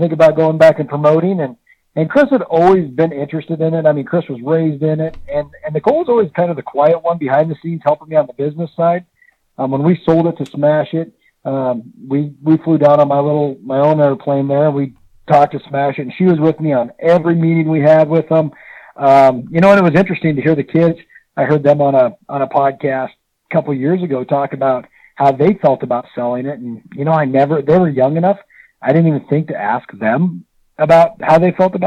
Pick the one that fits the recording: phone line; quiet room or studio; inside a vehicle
phone line